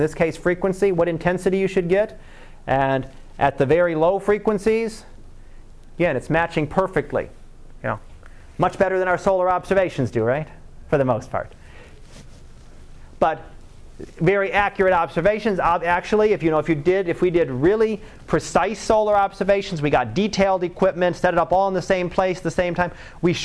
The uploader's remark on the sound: Live Class Lecture